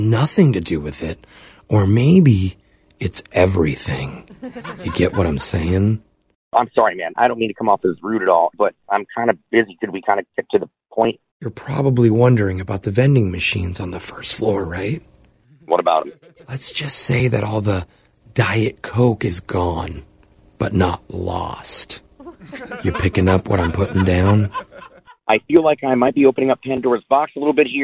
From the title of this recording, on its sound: Phone Tap